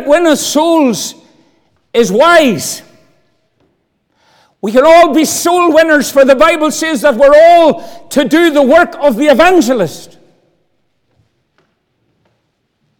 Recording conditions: large echoing room